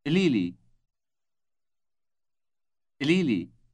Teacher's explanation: this word starts with a sound which is produced when you stop your breath by holding the vocal cords closed and then release them suddenly, as when you lift something heavy.